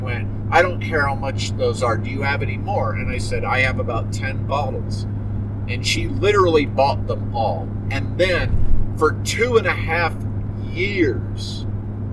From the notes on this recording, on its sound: I record my shows very often in the work truck as I drive for many hours across Colorado, so my apologies for any road noise, crumpling bags, or other road-travel noises. I use a noise reduction program, but I don't catch everything.